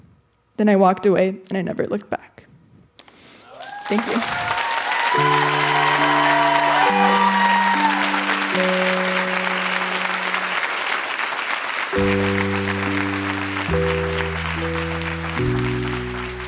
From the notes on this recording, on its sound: Recorded live at the Park Theatre in Winnipeg.